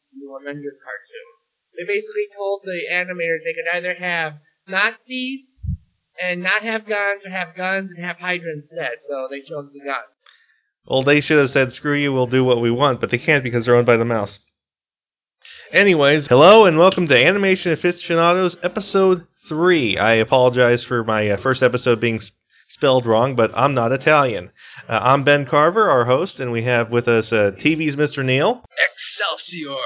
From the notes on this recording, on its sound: we apologize for the bad audio glitches.